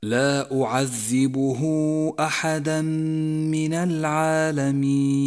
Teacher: اخترنا قصر مده على حركتين تسهيلا على القارئ المبتدئ، أي هكذا لا أعذبه أحدا من العالمين. لاحظ حكم الإخفاء · Term: مد الصلة الكبرى